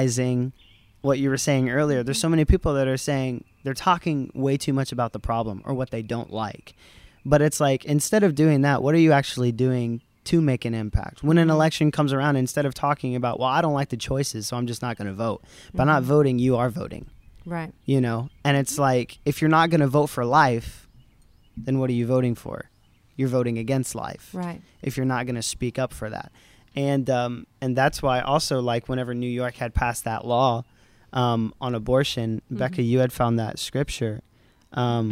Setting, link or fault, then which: setting, outdoors